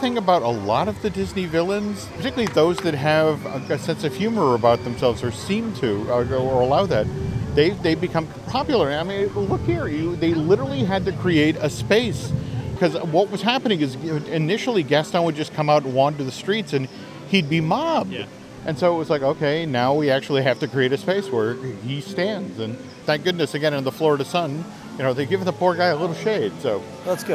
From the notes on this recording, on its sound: Live from Fantasyland. Continue their walking tour of WDW’s Magic Kingdom by strolling through Fantasyland.